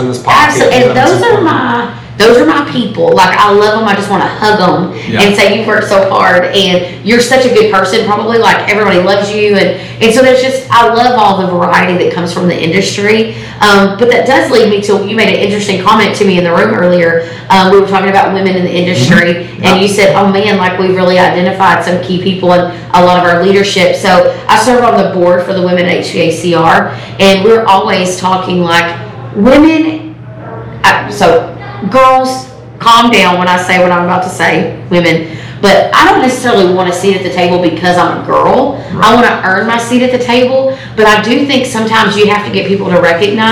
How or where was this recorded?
busy venue